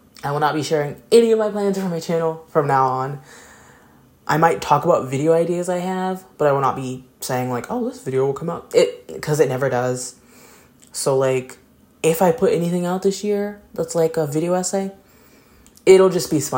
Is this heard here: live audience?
no